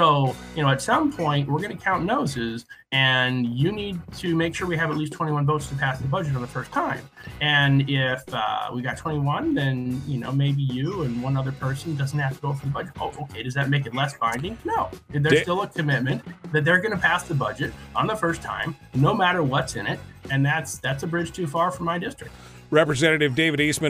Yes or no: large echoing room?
no